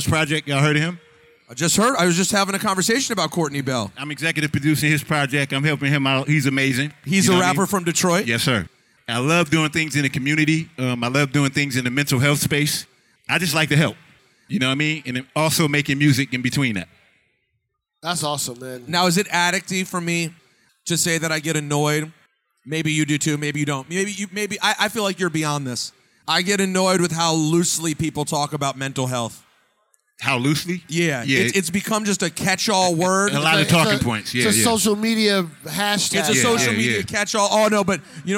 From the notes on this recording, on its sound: Live from Sneakercon in Detroit.